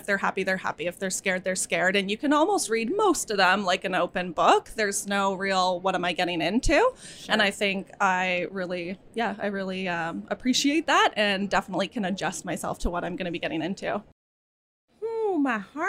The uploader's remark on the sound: Recorded in the midst of VMX 2023. Is joined by a group of VMX attendees.